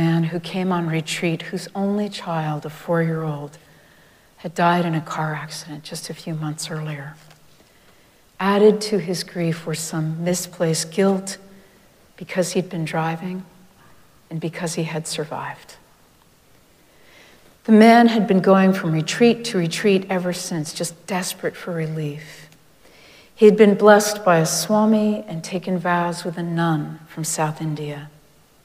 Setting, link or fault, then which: setting, large echoing room